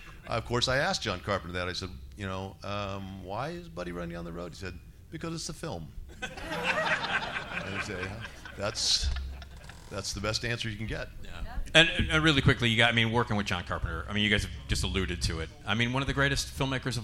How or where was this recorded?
live audience